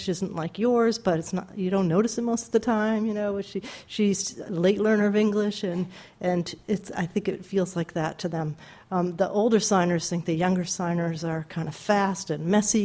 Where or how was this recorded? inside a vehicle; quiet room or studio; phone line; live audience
live audience